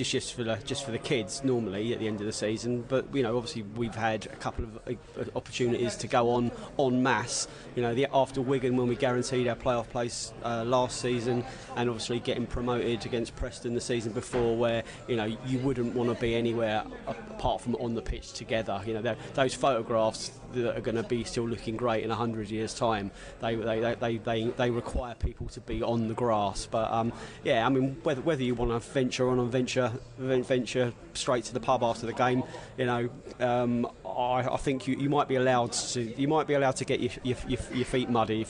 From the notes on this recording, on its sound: Pre-match podcast from the pub. Fans in the pubs discuss MK Dons and Hull matches.